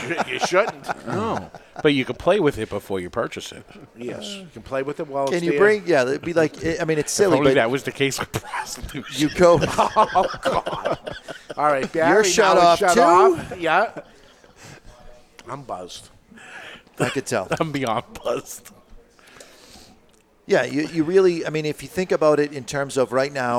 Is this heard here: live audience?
yes